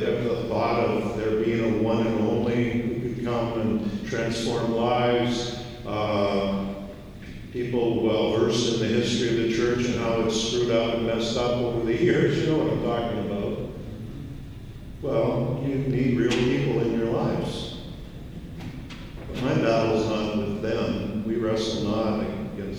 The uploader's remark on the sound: This is one of his plenary sessions at the Our City Scarborough Conference held at Global Kingdom Ministries in November 2023.